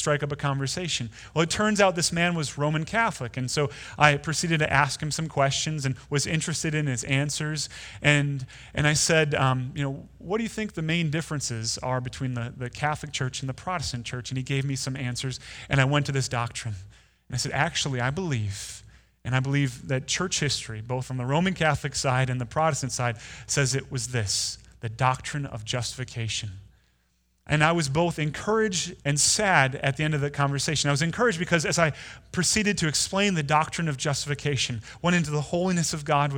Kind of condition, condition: setting, large echoing room